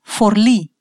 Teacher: Ударение падает на последний слог, поэтому там обязательно стоит надстрочный знак.